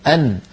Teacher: النون من طرف اللسان كما نعلم